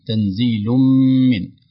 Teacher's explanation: إضغام التنوين تنزيل في الميم تنزيل من ويكون إضغام بغنة لأن الميم حرف إضغام بغنة بعدها مباشرة من رب لا غنة في إضغام النون في الراء